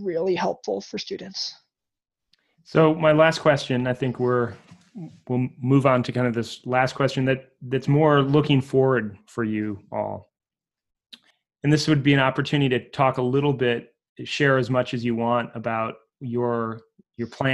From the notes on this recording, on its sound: the zoom conversation that I had this week